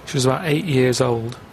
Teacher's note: he doesn't really pronounce the T part, so it's 80